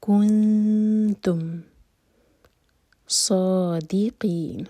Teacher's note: ہم اخفا کریں گے تو ہوٹوں کو پھیلا کر، کنتم صادقین، صاد ہیوی اور دال لائٹ